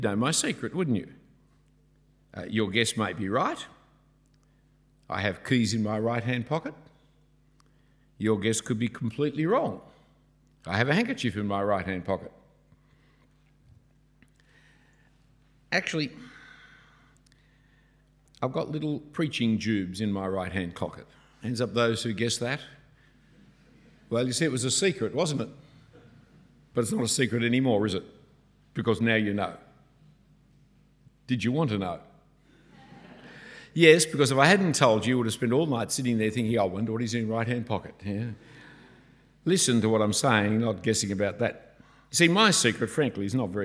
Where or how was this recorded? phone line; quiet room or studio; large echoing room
large echoing room